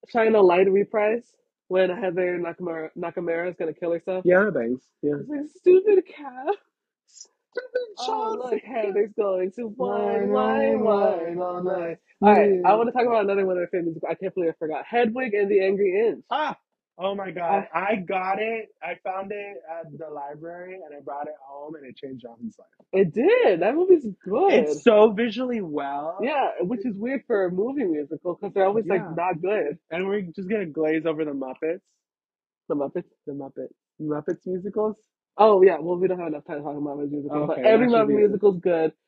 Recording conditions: poor sound quality